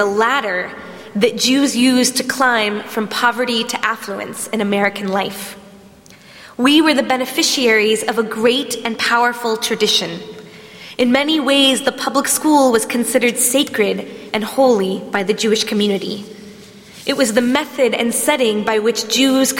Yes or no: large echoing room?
yes